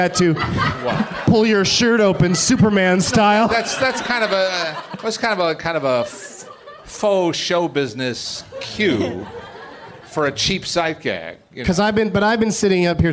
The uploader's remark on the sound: Live from the American Comedy Company in San Diego